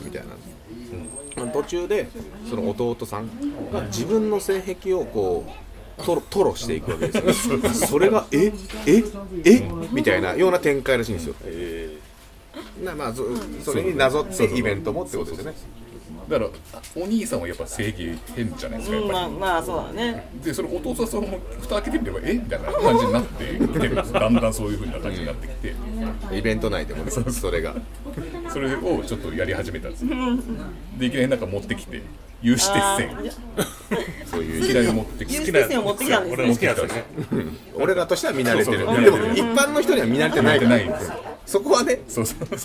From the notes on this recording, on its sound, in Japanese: 今回は東京都八王子の居酒屋「暫」さんで出張収録を行いました。